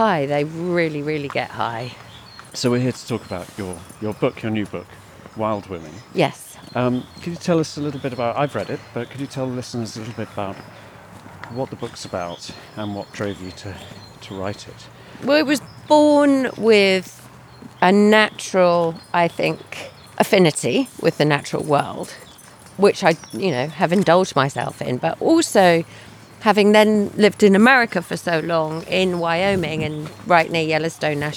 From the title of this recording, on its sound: A riverside walk